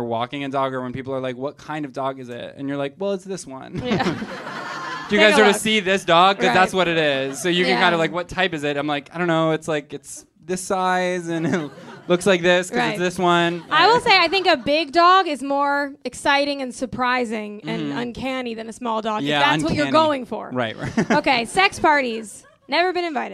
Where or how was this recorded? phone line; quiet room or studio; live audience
live audience